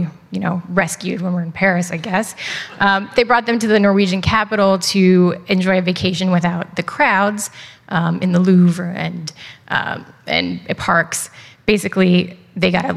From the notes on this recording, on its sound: with audio from one of our annual Megatrends events